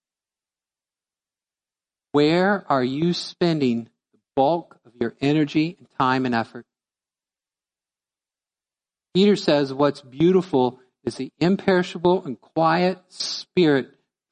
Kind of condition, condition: setting, large echoing room